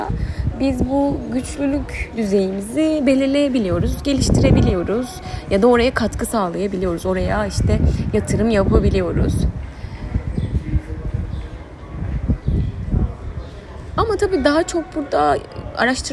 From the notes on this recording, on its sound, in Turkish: Çok ani bir kararla kafede kayıt yaptığım, sesi çok temiz olmayan bir bölüm.